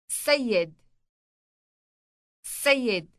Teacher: Note the elongated S sound on the beginning of the word.